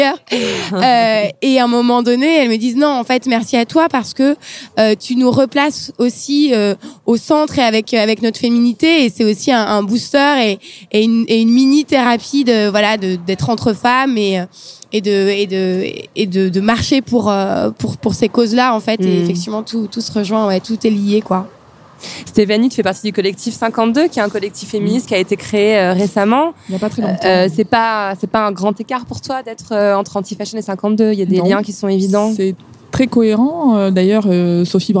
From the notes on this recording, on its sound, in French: Dans cet épisode bonus enregistré le 22 avril 2017 lors de la journée “Fashion Revolution”. Installées au bord du Canal Saint-Martin.